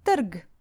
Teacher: TRG is an actual word and we pronounce it TRG. Because we consider R to be a semi-vowel, so this particular word doesn't even have any other vowel but R